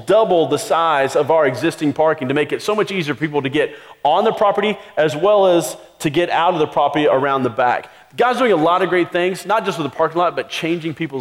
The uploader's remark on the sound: Christmas Eve Service (Audio)